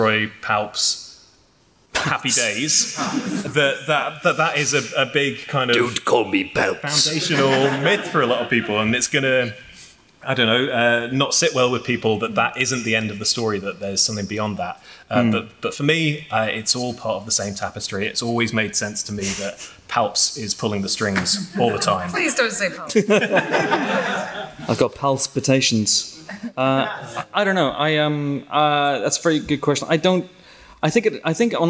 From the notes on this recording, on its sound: The live podcast we recorded a few weeks ago when Star Wars Celebration came to London. Audience questions.